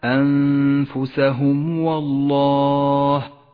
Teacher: الإظهار الشفوي في قوله تعالى أنفسهم والله، الميم الساكنة وبعدها حرف الواو، تظهر الميم وما بعدها من غير غنة أو تشديد